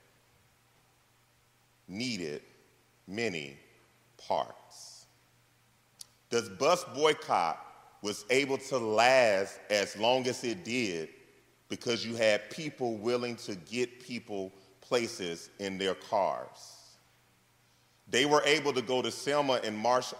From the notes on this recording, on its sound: This message was delivered on February 11th 2024 at New City Fellowship West End in St. Louis, MO.